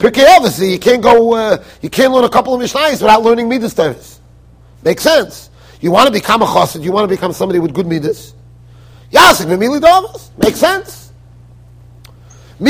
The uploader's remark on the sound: Shiur recorded in Yeshivas Ohr Reuven, Monsey NY.